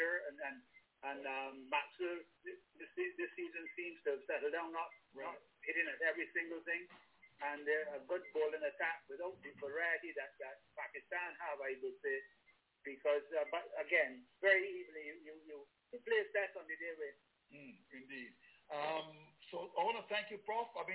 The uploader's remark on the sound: Hear the latest from the Panelist , guest and callers.